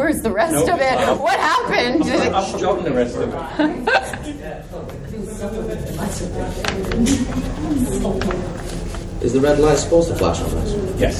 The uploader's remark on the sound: Grimmfest Special. What you have in this episode is their Pre-Film intro, the Post film Q&A, and finally my sit down chat with them.